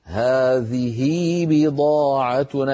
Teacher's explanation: نشبع الكسرة كسرة هذه حتى يتولد منها ياء لفظية، طبعا في الوصل فقط.